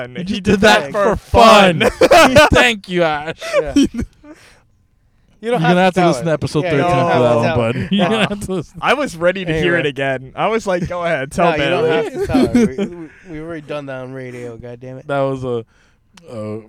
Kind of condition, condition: setting, inside a vehicle